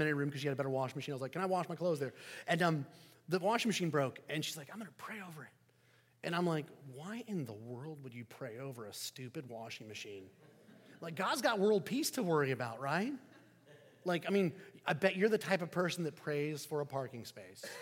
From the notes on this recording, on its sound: Sermon preached at 1030am, 24 DEC 2023 at St Peter the Fisherman, NSB.